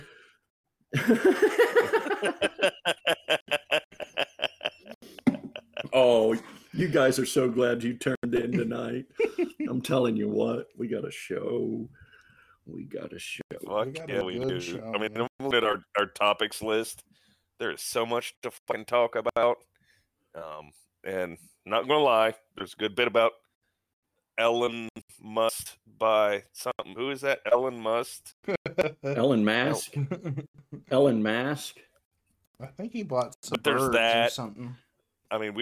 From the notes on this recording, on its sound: This week we had some issues with the recording encoder. We apologize for the audio clipping throughout this episode.